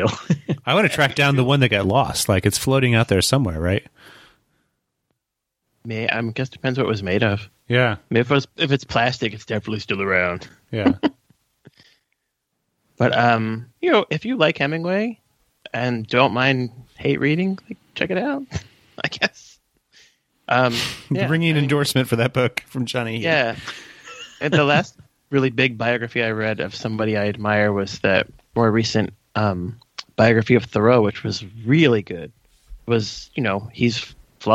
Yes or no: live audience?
no